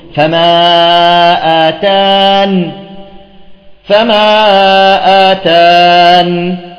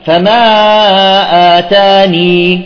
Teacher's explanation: أول وجه هو حذف الياء، حذف الياء، فنقف على السكون المحض · Shown in: first take · نقف عليها بالسكون، فما آتان، فما آتان، إما بثبوت الياء فما آتاني، لاحظتم؟